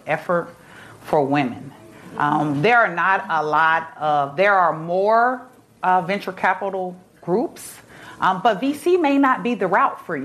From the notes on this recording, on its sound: No Limits brings you our first episode recorded in front of a live audience in Manhattan, New York at the Overarching Success Power Lunch.